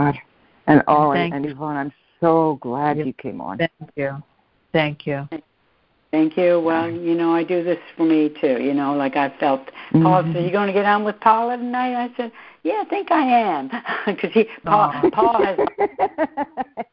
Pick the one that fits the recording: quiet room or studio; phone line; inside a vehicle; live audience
phone line